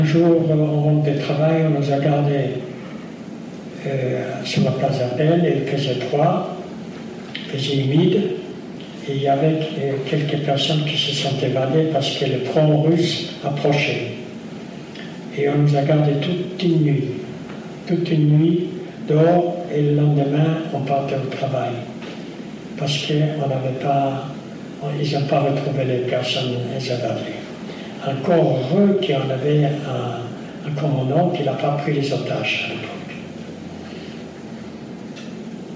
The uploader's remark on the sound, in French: lors de cette conférence